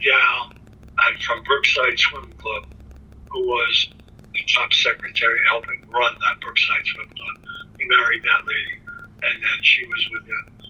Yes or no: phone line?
yes